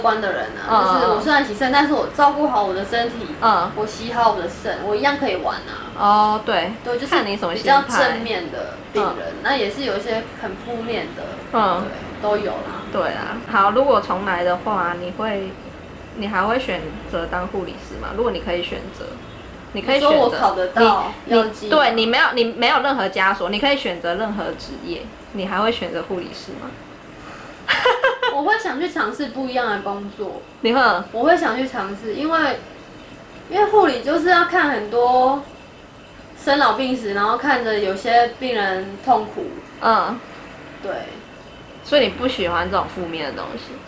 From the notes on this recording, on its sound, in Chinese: 這集是在朋友家錄音，因住大馬路旁所以會有一些環境音，。加上朋友家養魚所以會有水聲，請見諒。